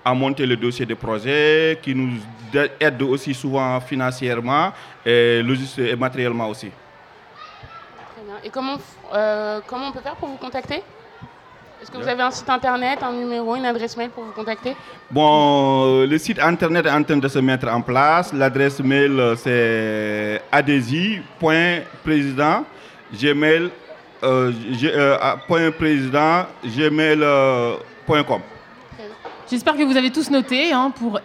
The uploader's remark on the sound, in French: Fête de quartier du Champy Noisy-le-Grand. Une émission enregistrée en public. À l'occasion de la Fête de quartier du Champy à Noisy-le-Grand.